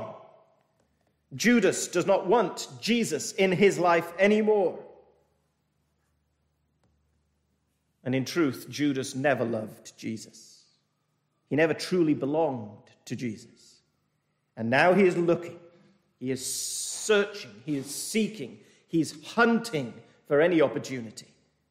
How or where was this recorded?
large echoing room